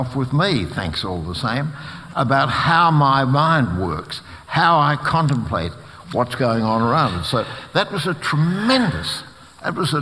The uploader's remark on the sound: This is a live recording from our event.